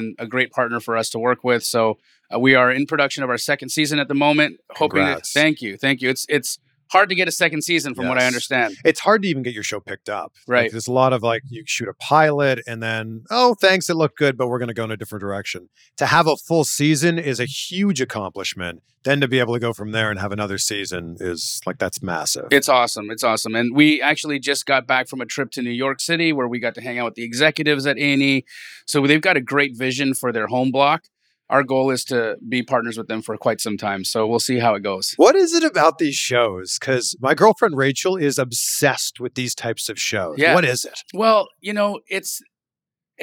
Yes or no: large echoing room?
no